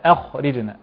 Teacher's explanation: فنرقق الهمزة ونرقق الراء ونفخم الخاء بينهما · Term: ترقيق الراء